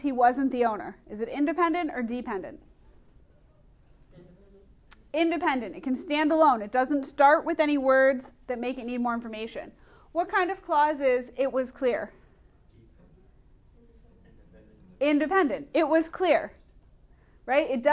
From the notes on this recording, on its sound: Recorded in class